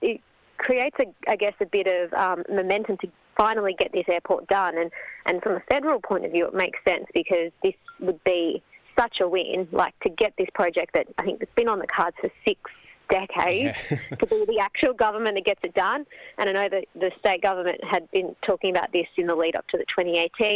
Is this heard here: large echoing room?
no